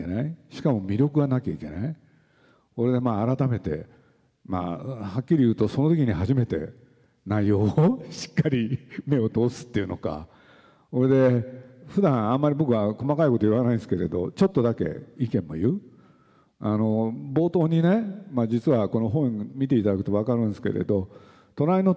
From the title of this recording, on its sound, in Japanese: 横浜市立図書館100周年記念講演会